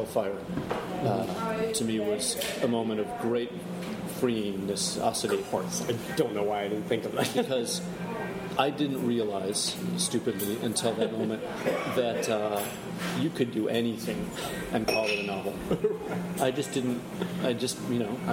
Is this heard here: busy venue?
yes